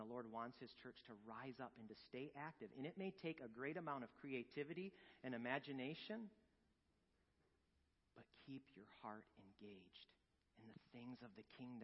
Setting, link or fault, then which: setting, large echoing room